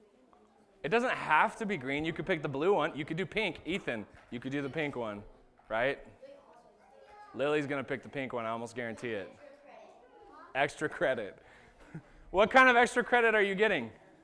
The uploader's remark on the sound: This was the sermon that was preached at Shelton Church of the Nazarene on August 11th, 2019